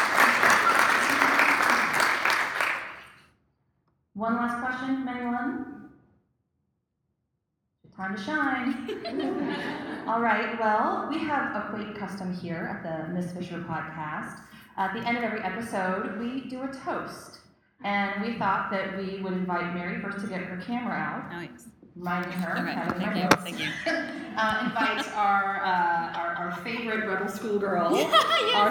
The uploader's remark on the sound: Live at Miss Fisher Con